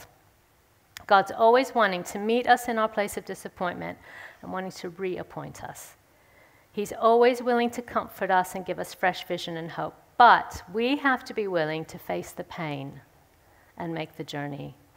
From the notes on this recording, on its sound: speaks at the Third Person conference in session 3